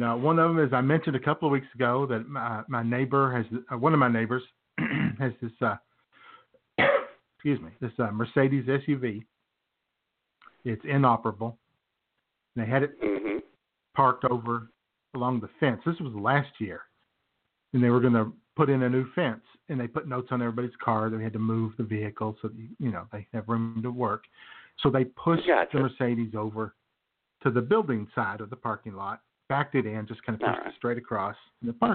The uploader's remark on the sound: The phone lines will be open. For anyone and everyone to call in and share their favorite jokes. Internet radio.